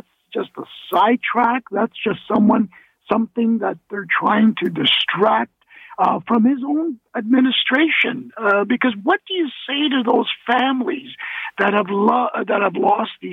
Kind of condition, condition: link, phone line